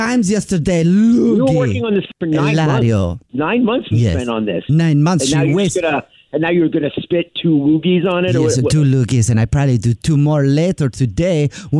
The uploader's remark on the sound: in this Phone Prank!